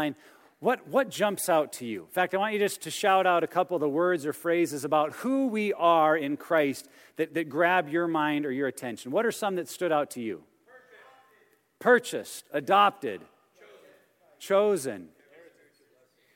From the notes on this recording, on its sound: message from our 2017 Men's Conference